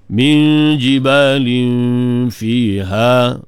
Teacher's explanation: kasratain, jumpa dengan fa, ikhfa juga